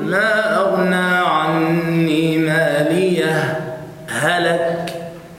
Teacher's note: عندك سكتة لطيفة على هاء مالية